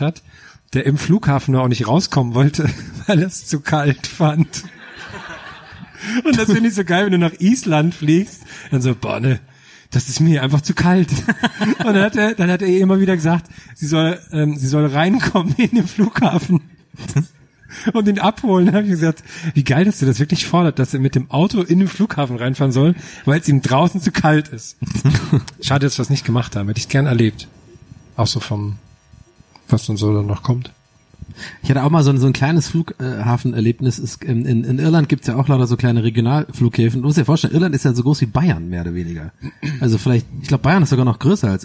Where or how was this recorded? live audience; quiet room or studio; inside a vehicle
live audience